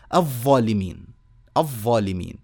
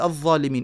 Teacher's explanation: الشيخ فلفظت فبدل من ان اقول مثلا الظالمين واخرجت لساني آه، نطقتها هكذا من الشفة كما ألفظ مثلا حرف الفي بالإنجليزي · Shown in: first take